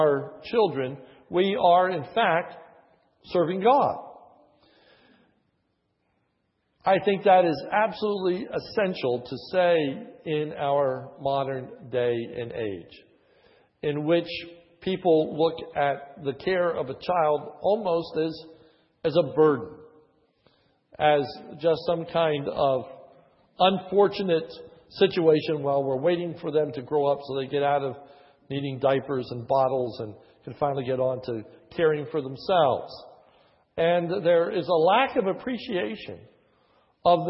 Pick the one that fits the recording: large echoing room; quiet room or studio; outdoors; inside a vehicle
large echoing room